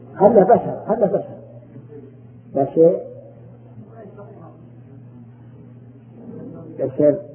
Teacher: حركة إمالة حركة بحيث تكون الفتحة بين الفتحة والكسرة